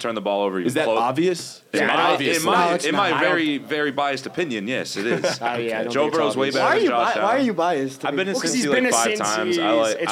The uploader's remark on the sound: LIVE FROM OVERLOOK NYC. The Caps Off crew hit the bar in NYC for a live podcast.